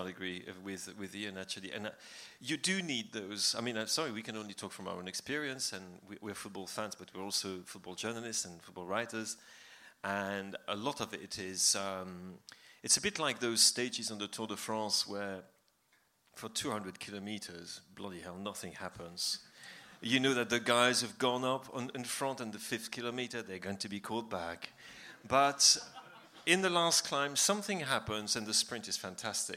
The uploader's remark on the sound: Our Q&A event at Dublin’s Sugar Club held on Monday 24th April. The first half of our Q&A event at Dublin’s Sugar Club.